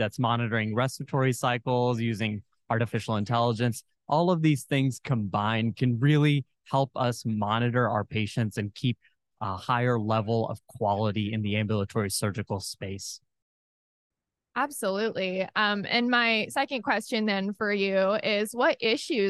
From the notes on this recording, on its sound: This episode recorded live at the 2023 Becker’s Healthcare Business & Operations of ASCs and The Future of Dentistry Roundtable in Chicago.